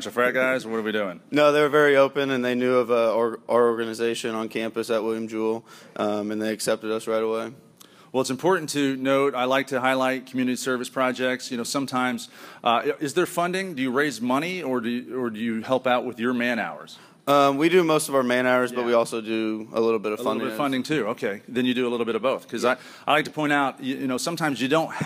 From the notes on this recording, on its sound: We start the show live on campus at the University of Memphis